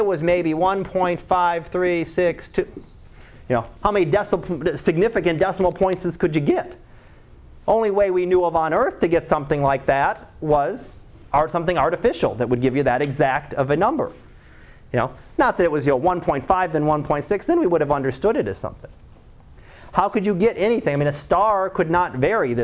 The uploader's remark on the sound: Live Class Lecture